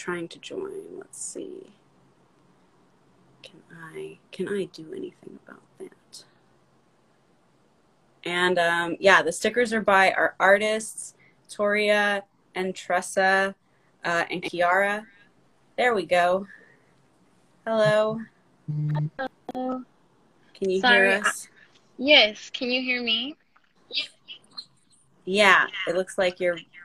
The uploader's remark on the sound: IG Live conversation. We record on Anchor.